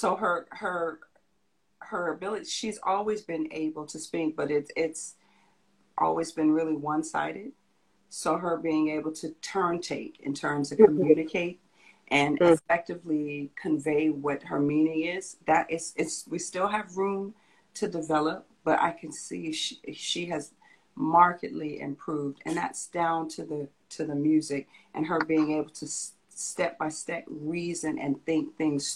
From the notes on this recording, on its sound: originally from an Instagram Live on Sing Create Play